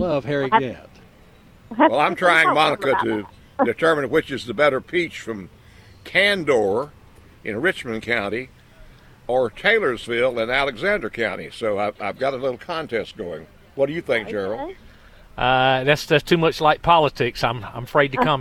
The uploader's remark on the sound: broadcasting live from The Downtown Rolesville Farmers Market